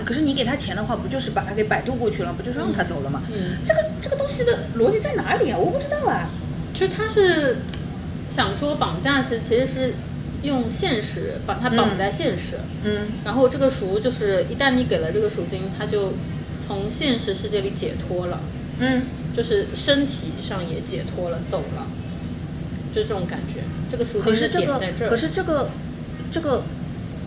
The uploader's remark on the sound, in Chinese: 本次录制花费：洋风炭火屋 398元，整2期！